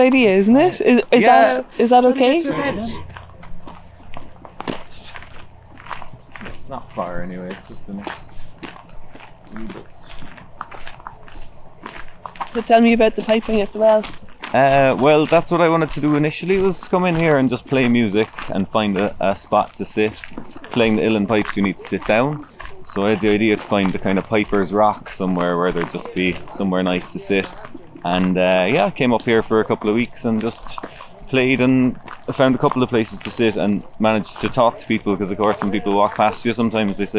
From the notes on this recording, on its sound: Sirens and blackbirds, ride-on mowers and collared doves. You’ll hear firm evidence both that you’re in a wonderfully secluded nature spot full of wildlife, and that you are in a busy city. Glen River Park is contradictory in nature, a kind of liminal space: a transit point between more and less built up parts of the Northside.